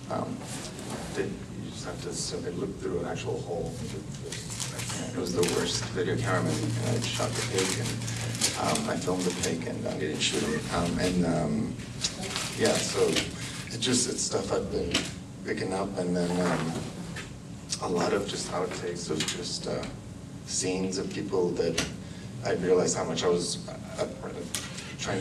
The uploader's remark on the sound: Live from the Unnamed Footage Festival